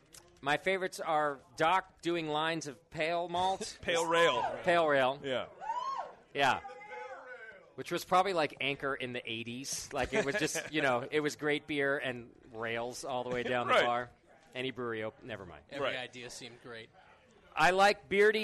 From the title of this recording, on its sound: Live at Anchor Brewing Co.